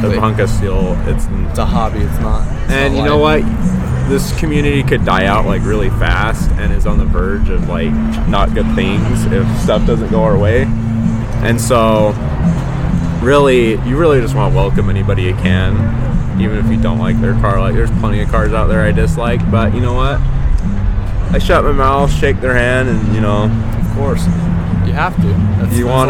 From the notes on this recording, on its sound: At The Riverton Chevrolet Car Show. We sit down with two special guest.